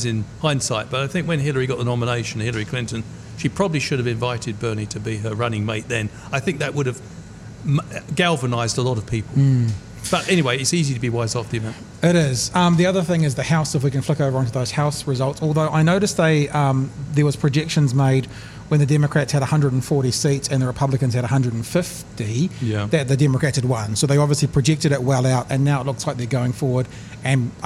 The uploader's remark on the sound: Broadcast live from Ombrellitos